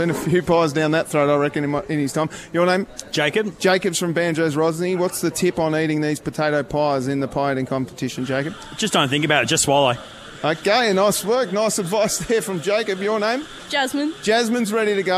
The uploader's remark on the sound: live at Banjo's Rosny